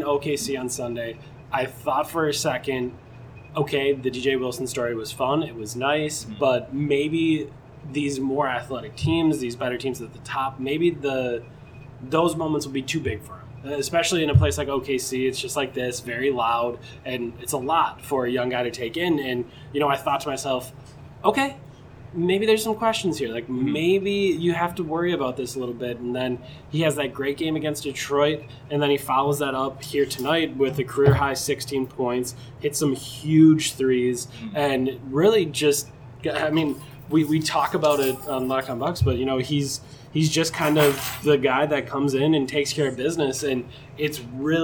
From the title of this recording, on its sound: Live! from Raptors/Bucks